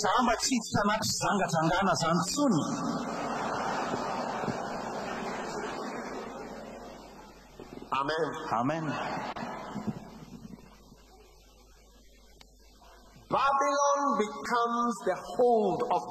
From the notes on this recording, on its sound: Preached at the Day 2 of the Healing Jesus Campaign Pastors Conference in June 2023, Antananarivo-Madagascar.